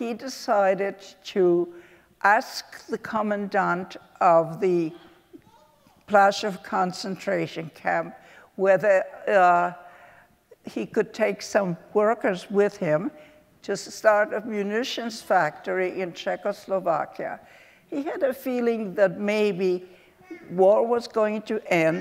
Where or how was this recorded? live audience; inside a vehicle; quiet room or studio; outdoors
live audience